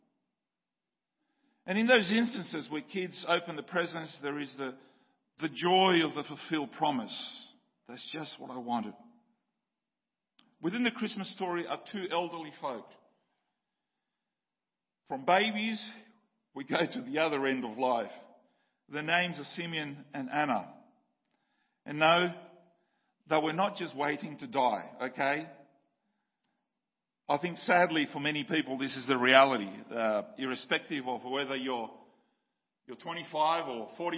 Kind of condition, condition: setting, large echoing room